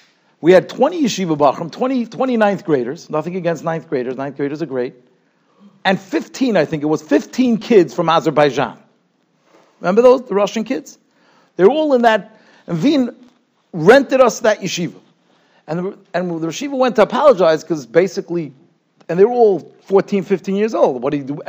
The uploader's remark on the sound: Shiur recorded in Yeshivas Ohr Reuven, Monsey, NY.